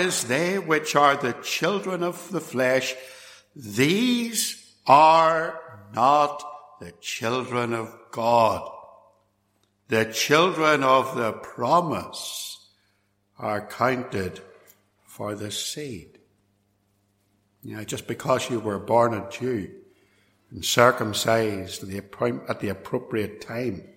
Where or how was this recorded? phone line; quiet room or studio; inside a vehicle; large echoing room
large echoing room